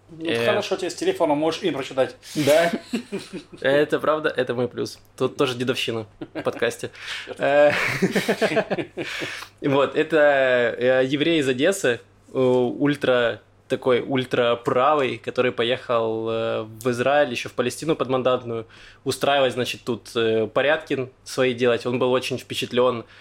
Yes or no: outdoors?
no